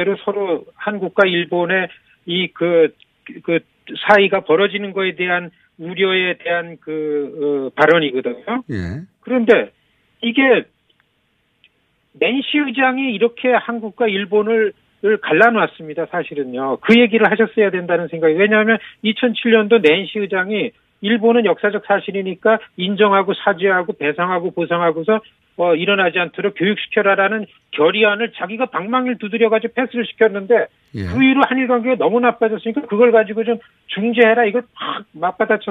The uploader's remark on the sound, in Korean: 전화연결